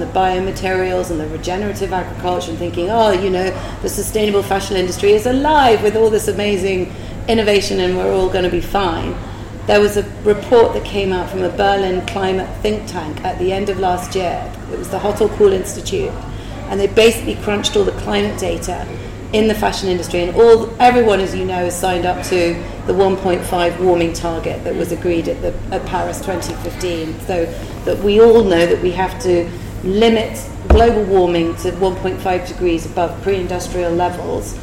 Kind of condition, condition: setting, live audience